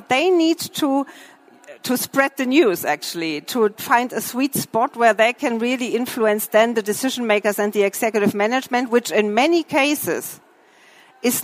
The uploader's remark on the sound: The lecture was recorded during the herCAREER-Expo.